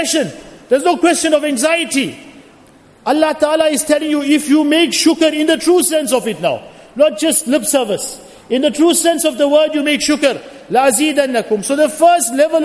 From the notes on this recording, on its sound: Jumuah Lecture at Masjid Al Hilal